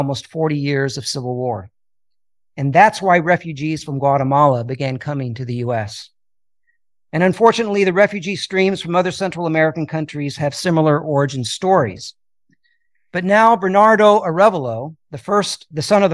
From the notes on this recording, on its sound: a sermon that I delivered at Pasadena Mennonite Church on September 17, 2023